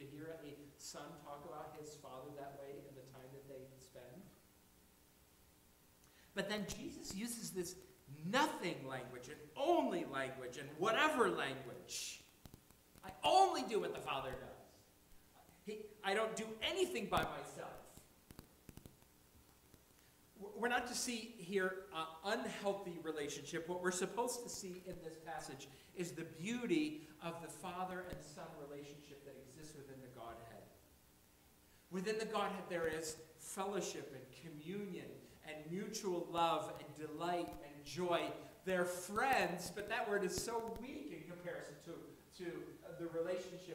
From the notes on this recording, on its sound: Audio periodically will cut in and out.